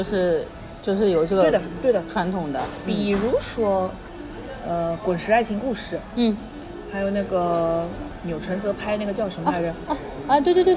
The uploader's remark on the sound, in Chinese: 每次录制基本都是在餐厅吃饭，没有条件升级录音设备。本次录制花费：映彩餐厅。